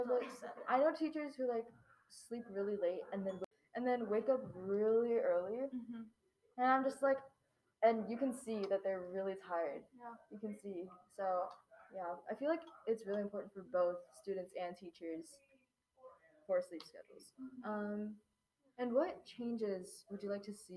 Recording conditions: uneven or low level